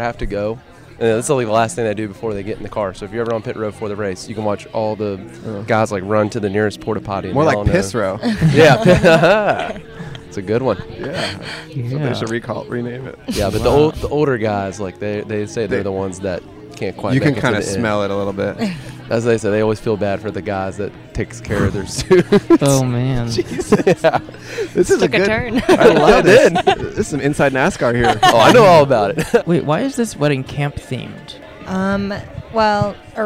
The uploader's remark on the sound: wedding at the Louisville Nature Center in Kentucky